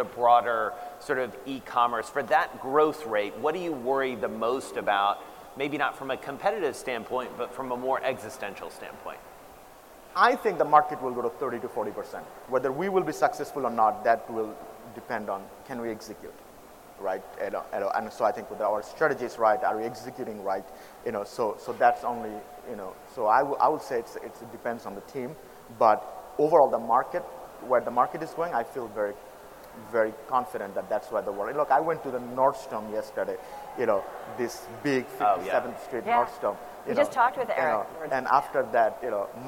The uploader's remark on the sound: from the Sooner Than You Think conference in Brooklyn